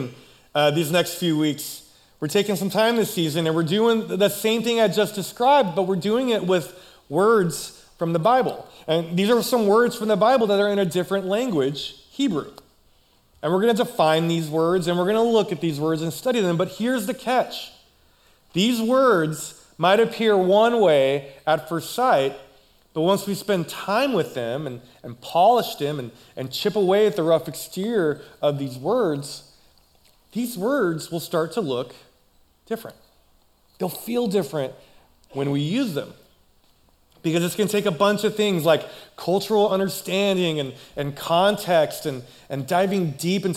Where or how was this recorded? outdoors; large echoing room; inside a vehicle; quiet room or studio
large echoing room